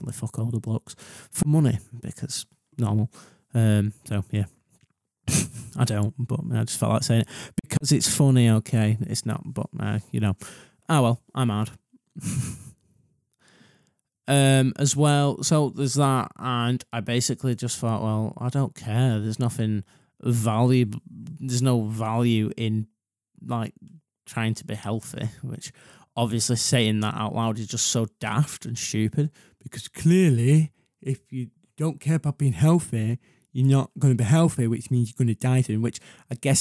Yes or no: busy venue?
no